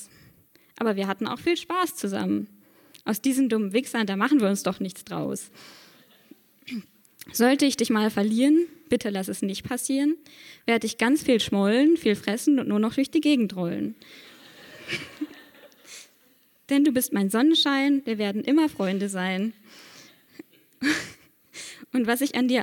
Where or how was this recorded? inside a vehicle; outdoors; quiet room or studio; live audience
live audience